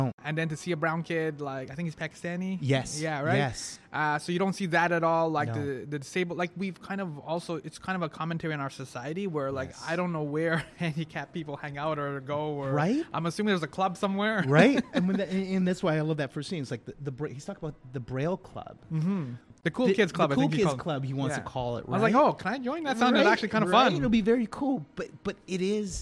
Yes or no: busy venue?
yes